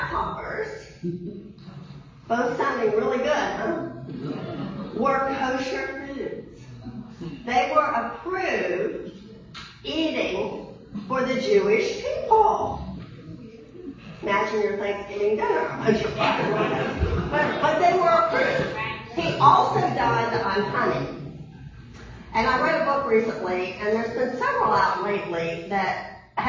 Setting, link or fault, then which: setting, large echoing room